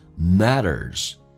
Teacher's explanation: Matters t 在美式发音当中要被浊化，两个元音中间所加的辅音要被浊化。